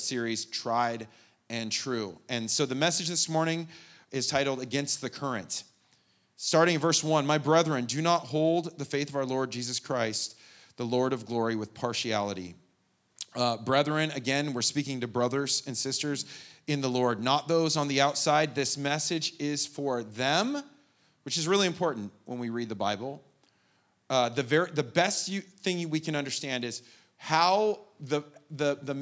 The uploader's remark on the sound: The Live recording of the 10am Sunday Service at Steadfast Church in Carlsbad, California